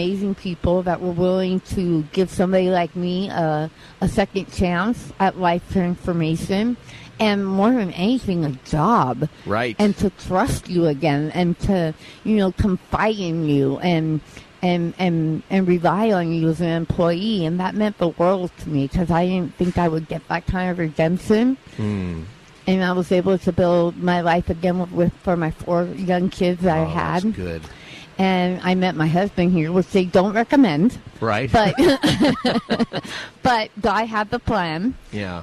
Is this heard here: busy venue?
yes